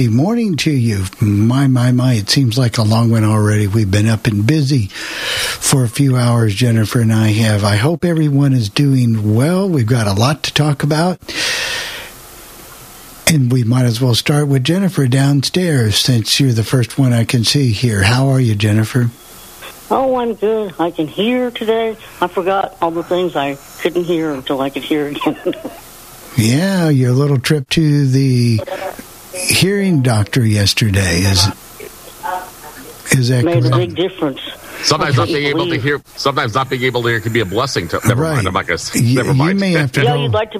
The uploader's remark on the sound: Take your phone calls.